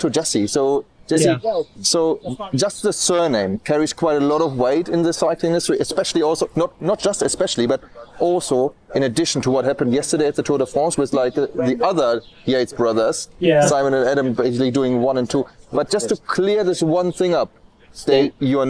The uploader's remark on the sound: Surrounded by sheep at the Chiltern Velo Cycling Cafe. Recorded at the renowned Chiltern Velo cycling cafe. Recorded amidst a lively barbecue at Chiltern Velo, following an epic road ride in the picturesque Chiltern Hills with riders from the Amersham Cycling Club.